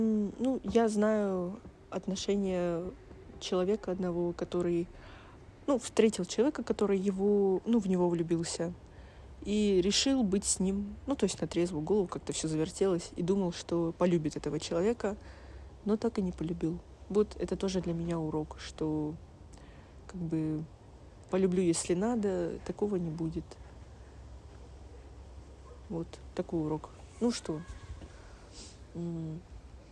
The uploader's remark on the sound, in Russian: Искренняя прогулка со всем шумом окружающих явлений и наших мыслей.